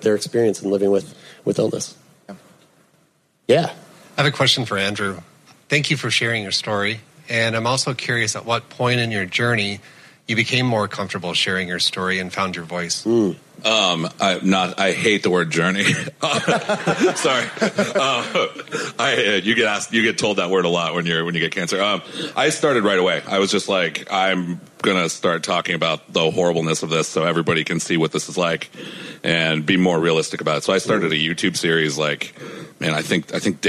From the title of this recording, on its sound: LIVE From SXSW